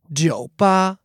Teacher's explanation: 酒 is third tone, the falling rising tone